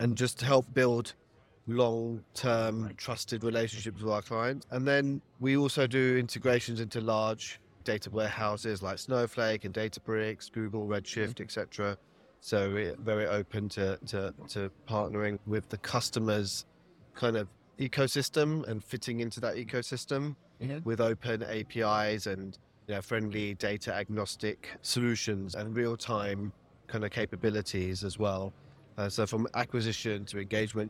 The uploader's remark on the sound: Joining live at the National Retail Federation's Big Show 2024